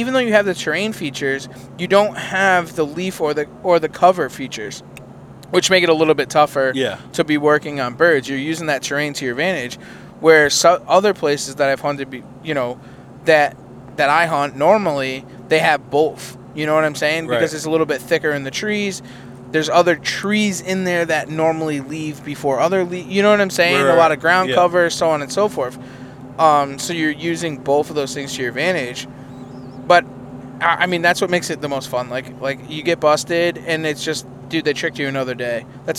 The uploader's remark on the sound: We are in the truck driving home from roosting birds at night.